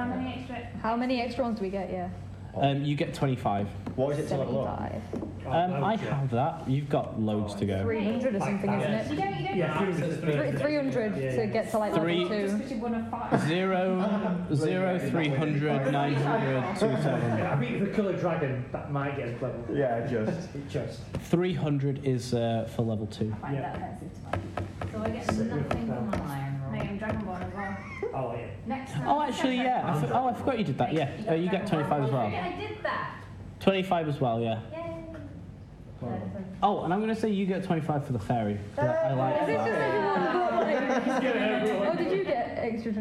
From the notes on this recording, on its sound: This is another episode from our backlog so apologies for the quality again. We have recently bought some new microphones and made changes to our recording set up so expect some improvement soon.